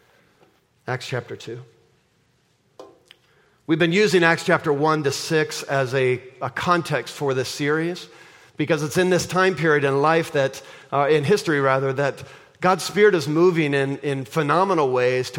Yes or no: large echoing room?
yes